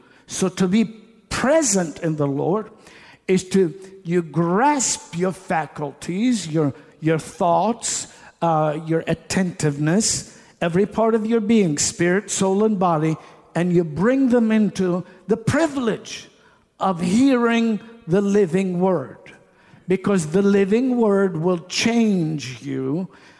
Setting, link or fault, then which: setting, large echoing room